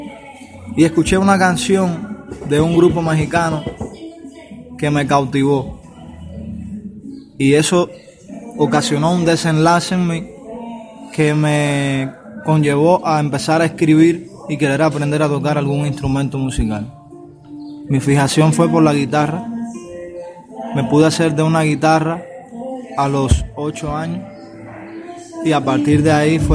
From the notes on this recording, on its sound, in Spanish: En esta emisión grabada en el patio de la AHS (Asociación Hermanos Saís) de Granma.